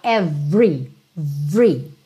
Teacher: por padrão, esse E do meio do every não é pronunciado. Você fala every, every.